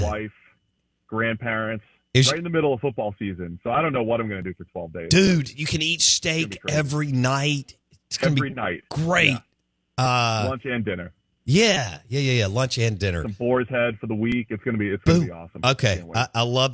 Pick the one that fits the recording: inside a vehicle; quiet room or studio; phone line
phone line